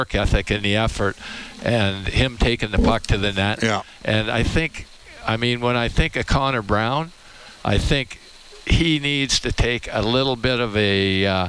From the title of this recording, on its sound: Live from Rogers Place